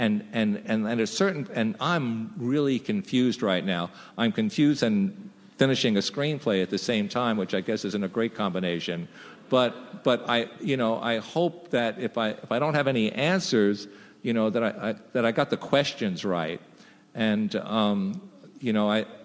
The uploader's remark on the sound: Recorded June 6, 2015 at ATX. From ATX Television Festival.